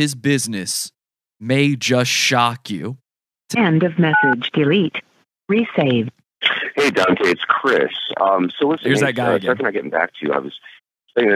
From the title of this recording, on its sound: Phone Call